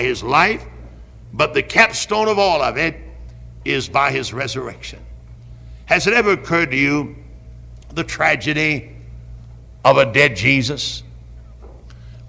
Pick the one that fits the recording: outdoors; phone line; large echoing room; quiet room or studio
large echoing room